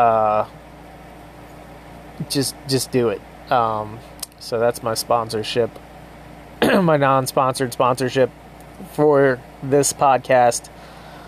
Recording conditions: sounds in the background